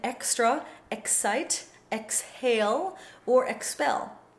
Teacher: the letter X in English is unvoiced when, one, X precedes a consonant sound, including a pronounced H, as in extra, excite, exhale, or expel.